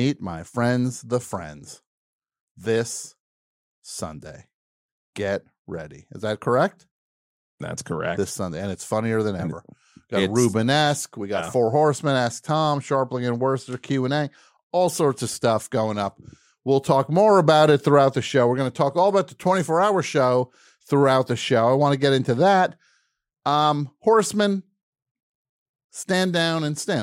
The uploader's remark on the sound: We open the phones with your suggestions.